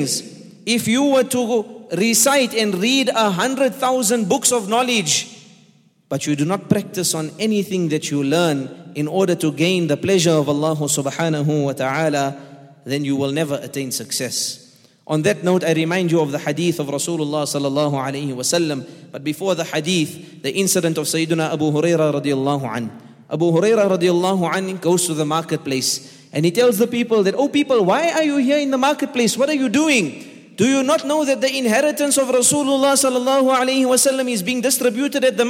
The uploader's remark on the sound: at The Houghton Masjid (West Street)